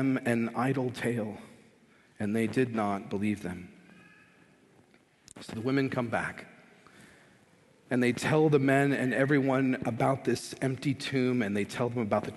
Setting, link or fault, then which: setting, large echoing room